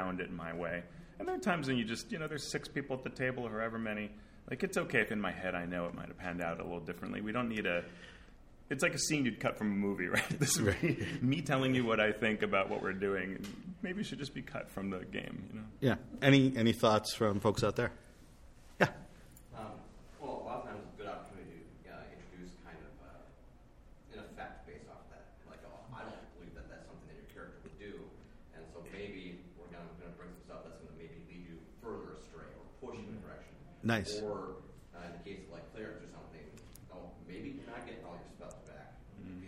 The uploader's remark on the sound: live Mastering Dungeons seminar from GameHoleCon!